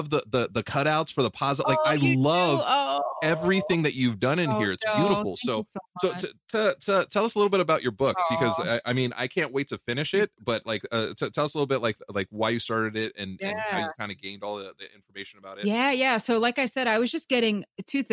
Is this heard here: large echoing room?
no